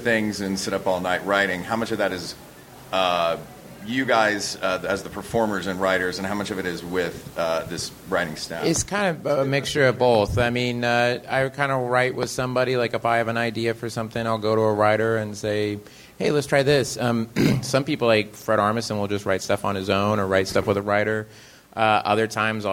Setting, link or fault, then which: setting, busy venue